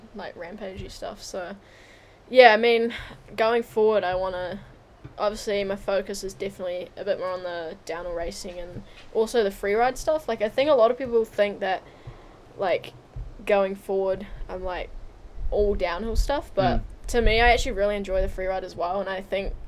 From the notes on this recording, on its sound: We recorded this episode at the new ilabb house, "The ilodge" . We were sat outside on the deck so you may hear a few cars and lambs from time to time.